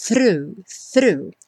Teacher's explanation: Essa palavra causa um pouco de dificuldade para algumas pessoas, mas é só botar a ponta da língua lá no dente e trazer já puxando o R